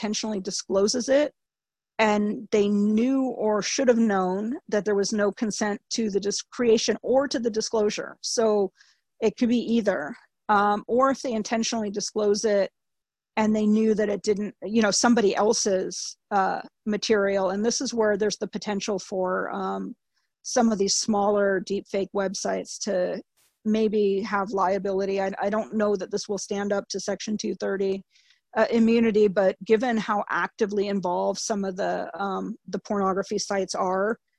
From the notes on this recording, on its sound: Please note that the audio was recorded over a Zoom webinar and may have some playback issues.